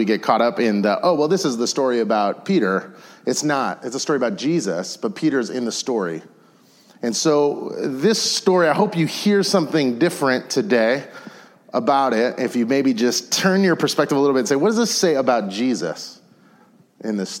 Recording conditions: large echoing room